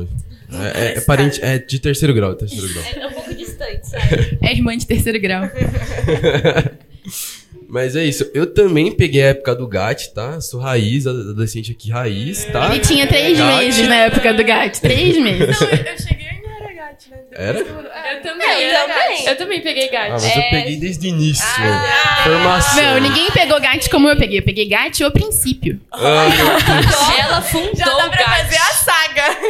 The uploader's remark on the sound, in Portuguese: O nosso primeiro episódio ao vivo com plateia está no ar!